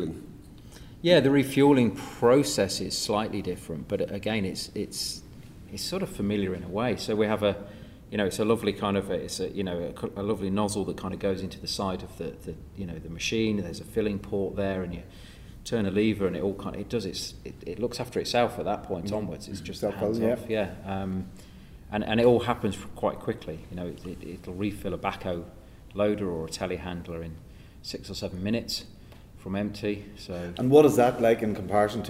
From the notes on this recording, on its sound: Recorded with JCB at CONEXPO-CON/AGG in Las Vegas.